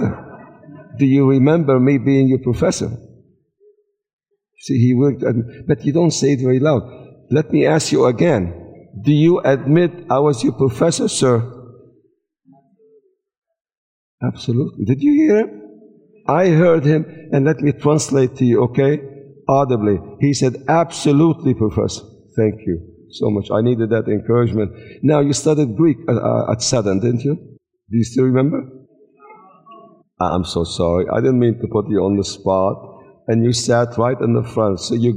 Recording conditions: live audience